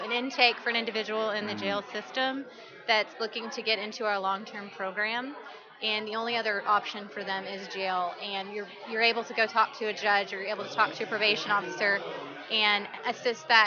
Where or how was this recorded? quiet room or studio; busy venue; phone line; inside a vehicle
busy venue